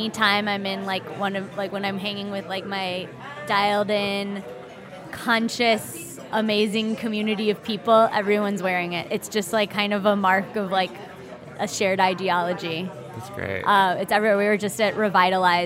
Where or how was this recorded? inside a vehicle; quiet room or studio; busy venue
busy venue